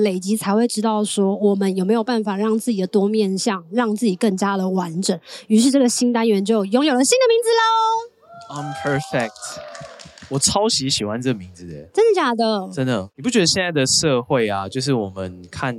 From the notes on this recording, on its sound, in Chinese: 帶大家到《好多好多唱談祭》戶外錄音